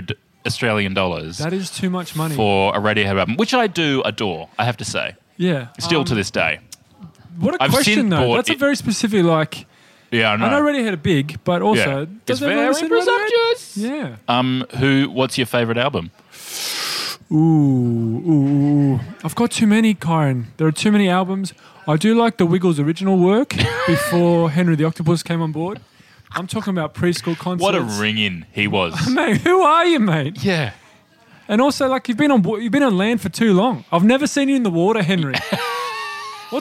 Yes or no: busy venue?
yes